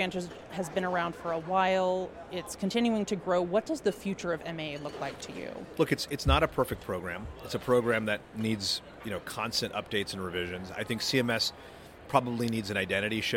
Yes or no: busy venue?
yes